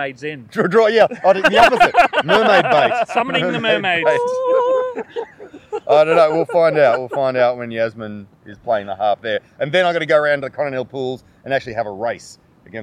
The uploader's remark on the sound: This week Good Bad Weird filmed outside by the ocean at Bulli beach.